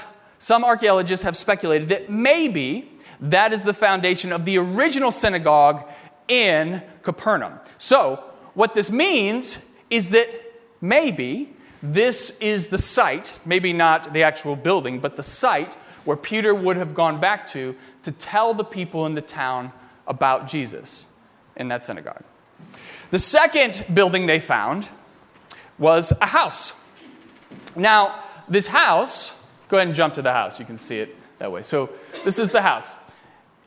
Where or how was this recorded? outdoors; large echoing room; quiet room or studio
large echoing room